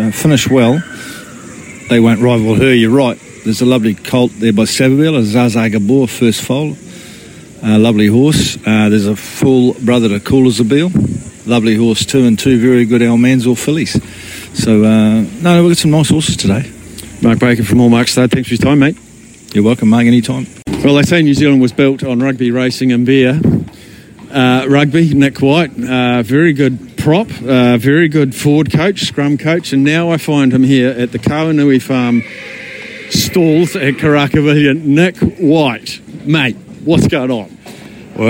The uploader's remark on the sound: live from the big Karaka yearly sales